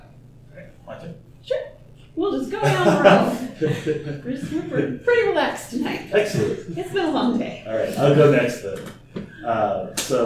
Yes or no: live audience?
yes